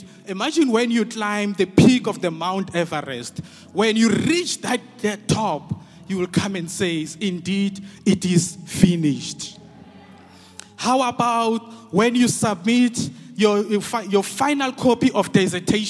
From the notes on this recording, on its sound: preached by our Grace Bible Church Pastors at the Good Friday Celebration 2022, hosted at Grace Bible Church Pimville